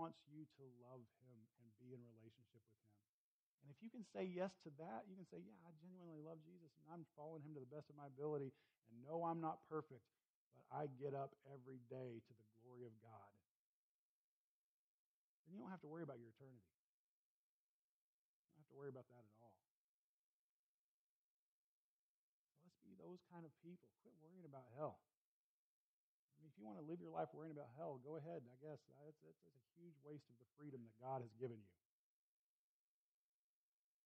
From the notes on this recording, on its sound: Please excuse the low volume of this recording.